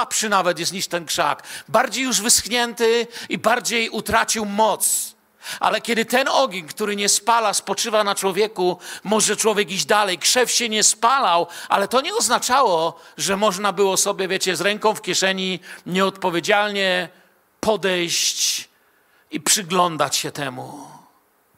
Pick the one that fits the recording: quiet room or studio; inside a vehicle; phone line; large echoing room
large echoing room